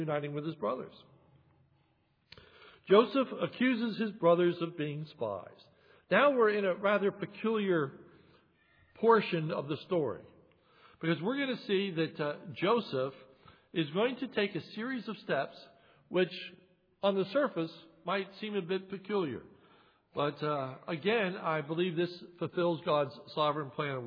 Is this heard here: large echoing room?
yes